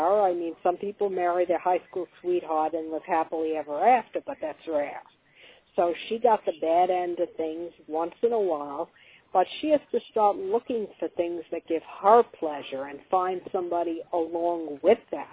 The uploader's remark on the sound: a live call-in radio talk show